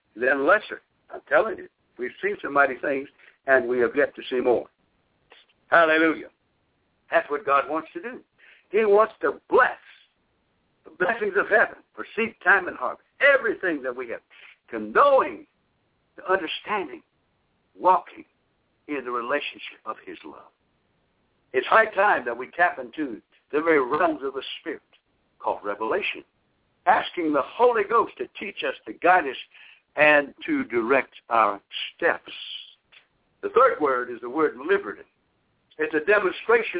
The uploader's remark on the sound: via conference call